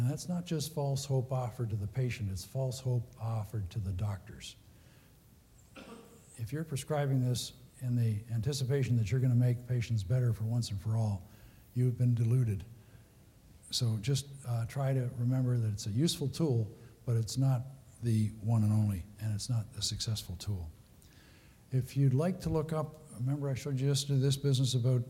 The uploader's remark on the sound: Recorded at the 2013 Summer SDPA Conference in St.